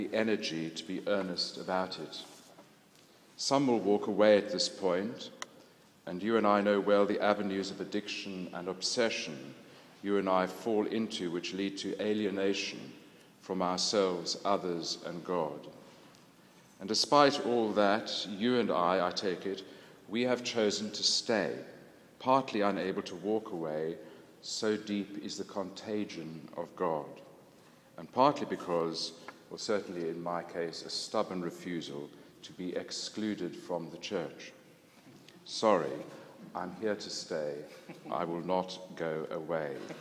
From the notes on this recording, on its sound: This was recorded at the London Centre for Spirituality in London and at the Church of St Mary Woolnoth in the City of London in Monday 16th May 2011.